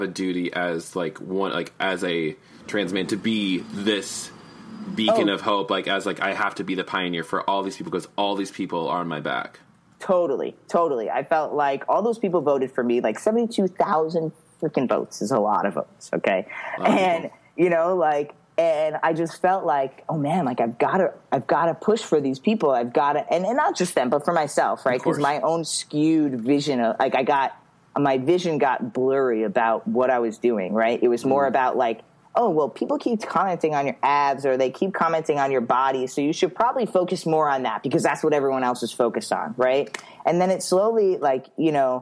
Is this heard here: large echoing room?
no